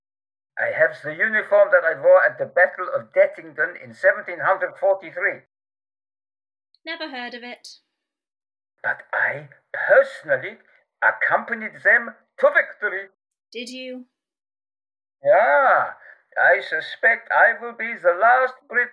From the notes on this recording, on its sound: The Lost Tapes of History was recorded remotely during lockdown in late 2020. As such, the actors used what equipment they had available and were limited by their location. This has resulted in variable audio quality.